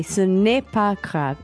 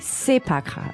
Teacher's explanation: So, a lot of times in French, too, you don't say the ne. · Shown in: second take · When it's written, you say, ce n'est pas grave. · Term: the oral way